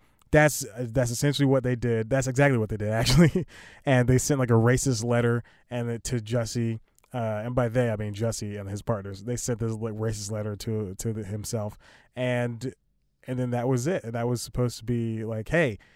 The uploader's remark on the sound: recording in the car